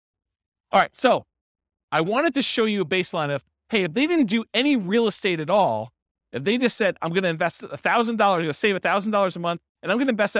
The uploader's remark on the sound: This was a live class recorded.